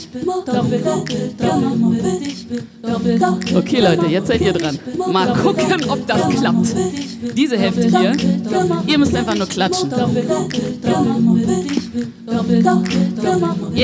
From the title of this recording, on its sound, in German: LIVE aus der US-Botschaft in Berlin